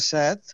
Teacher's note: en català central es pronuncia en veu oberta